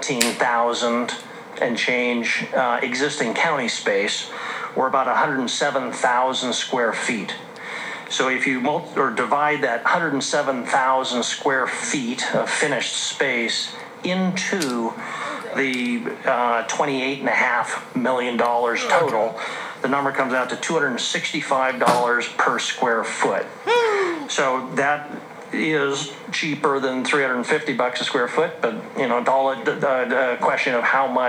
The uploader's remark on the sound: The air purifier was running during the entirety of the episode. That’s the weird noise you will hear throughout the episode.